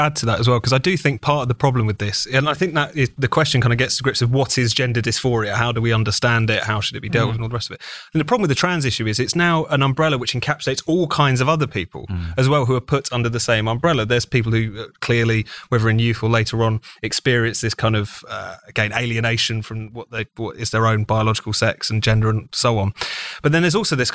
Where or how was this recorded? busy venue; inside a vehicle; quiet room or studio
busy venue